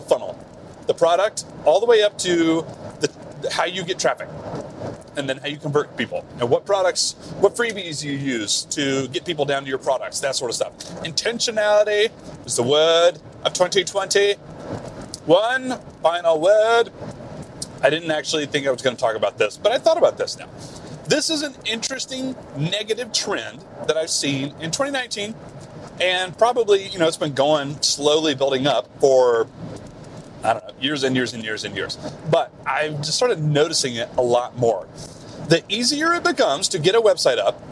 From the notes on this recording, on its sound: BONUS CarCast. Apologies in advance for the bad audio quality. This was recorded in a car.